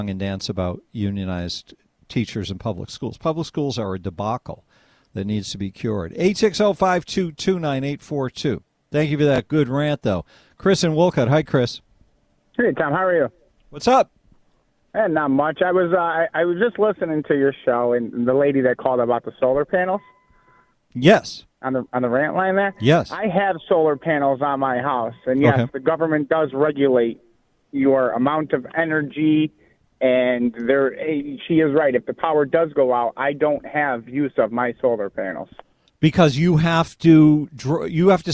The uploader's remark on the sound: take phone calls